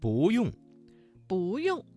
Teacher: 这个词当中的不字在4声之前变成了2声 · Term: 语流音变